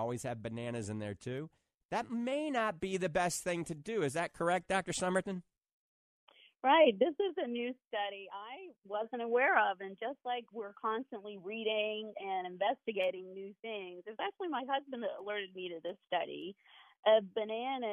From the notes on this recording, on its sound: A live call-in talk show. Many live calls direct the topic of conversation today.